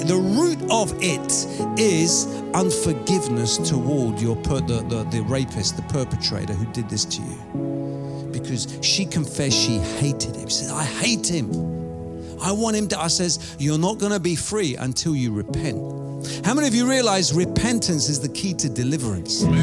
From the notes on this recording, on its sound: Preaching at Oasis Church, Watford, England.